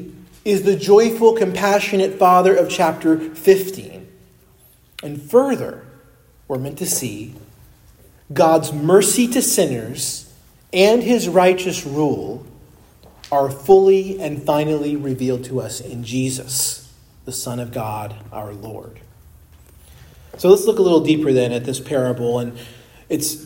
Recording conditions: large echoing room